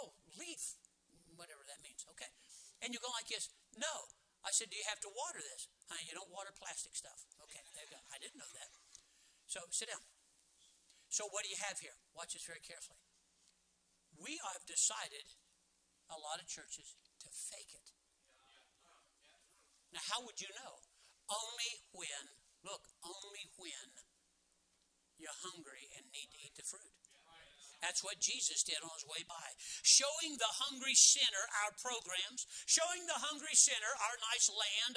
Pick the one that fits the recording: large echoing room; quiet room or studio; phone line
large echoing room